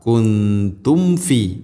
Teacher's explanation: വ ഇൻ കുന്തും ശേഷം സാക്കിനായ മീമിന് ശേഷം ഫ കുന്തും ഫി ഇവിടെ രണ്ട് ചുണ്ടുകൾ തമ്മിൽ തട്ടിച്ച് കൃത്യമായിട്ട് മീമിനെയും ഫാനെയും ഉച്ചരിക്കണം, പ്രത്യേകിച്ചും മീമ്. · Term: സാക്കിന മീമ്